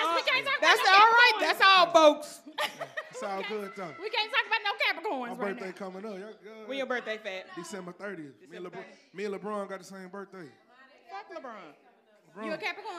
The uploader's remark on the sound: Thank you to everyone who came out to support. Sucks for you if you missed the show unfold live, the audio is next best thing!